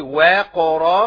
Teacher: انت عملت مسافة بين الواو والقاف وقلت وقرا، فدي جابت معانا الف بعد الواو